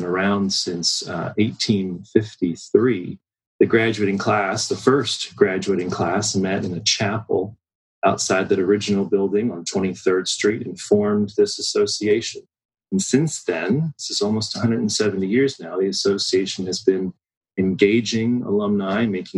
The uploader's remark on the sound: A live recording of Career Talk via Zoom.